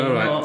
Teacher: Surprisingly, Moet is pronounced with a hard T and not the silent T.